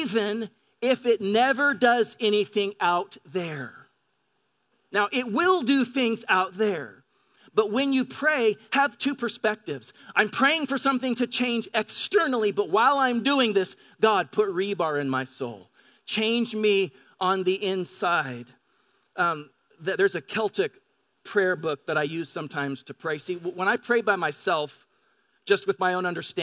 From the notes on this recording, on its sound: Delivered on 5 August 2018 at Grace Church of La Verne. Delivered on 5 August 2018 at Grace Church of La Verne.